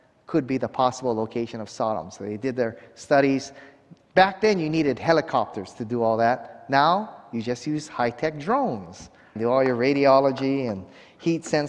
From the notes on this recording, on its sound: 2021 Waterhouse Lecture Series. At a conference hosted by the Waialae Baptist Church.